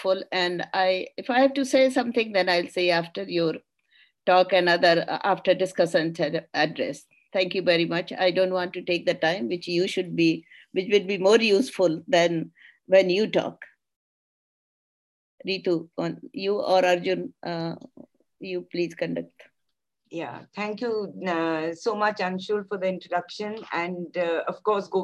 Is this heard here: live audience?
no